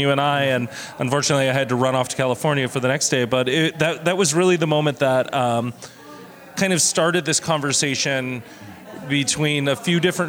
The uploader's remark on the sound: Session recorded at the Readywipe Gallery, in occasion of the celebration of the Day of the Dead, titled: "Por Nosotros y para Todos Nosotros, Día de los Muertos Holyoke Community Altar."